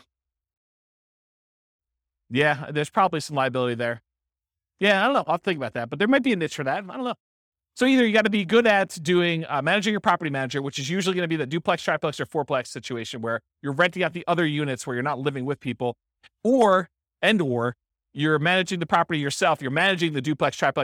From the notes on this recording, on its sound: This was a live class recorded